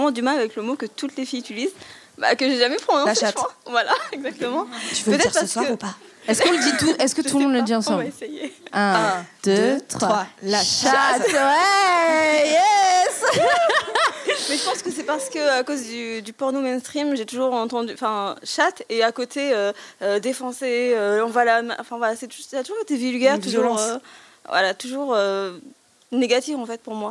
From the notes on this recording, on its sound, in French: Épisode enregistré en public à l'occasion de la soirée de lancement officiel du jeu Discultons.